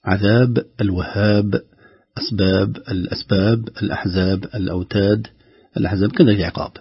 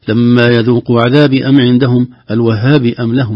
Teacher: كذلك الكلمات هذه كلها أحبتي، الآيات هذه كلها آخرها حرف قلقلة، عذاب الوهاب، أسباب الأسباب، الأحزاب الأوتاد، الأحزاب كذلك العقاب، فعند القلقلة أو عند الوقف على هذه الحروف إذا سكنت، طبعا القلقلة عند السكون عند الوقف عليها، أما لو وصلنا ما في قلقلة · Shown in: first take · لو وصلنا لما يذوقوا عذابي أم عندهم الوهاب أم لهم، هكذا لن يكون هناك داعي للقلقلة.